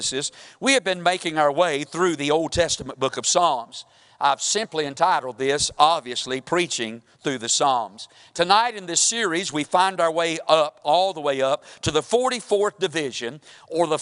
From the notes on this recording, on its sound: Wednesday evening service preaching from the pulpit of Woodland Baptist Church – Winston Salem, NC